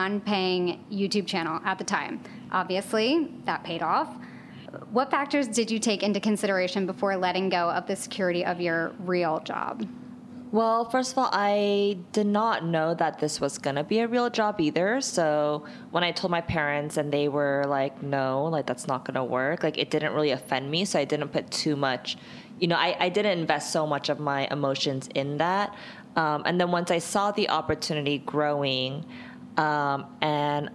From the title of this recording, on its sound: Live at Create & Cultivate Chicago